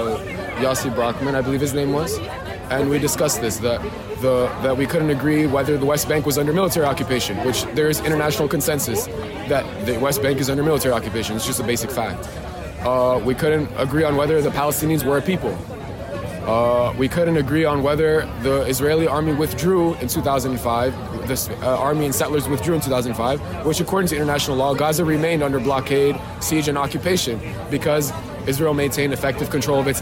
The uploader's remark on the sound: The following is a series of audios recorded on the main quad of the University of Chicago on Thursday, October 19, 2023. It features interviews with pro-Palestinian and pro-Israeli community members demonstrating at around 12 p.m. The audio is mostly unedited, with some segments omitted for brevity’s sake.